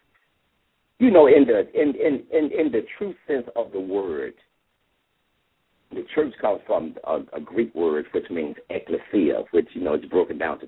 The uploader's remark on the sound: LML uses a progressive live call in format.